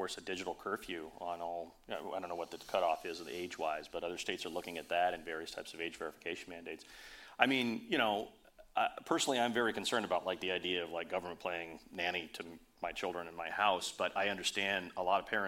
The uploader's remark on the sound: Part three of this year’s Summer with Sphere is coming to you live from Sphere Summit. For a panel discussion.